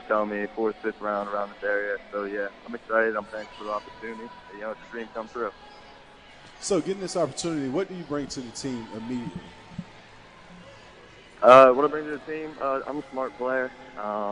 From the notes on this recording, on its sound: at the 2018 Redskins Draft Party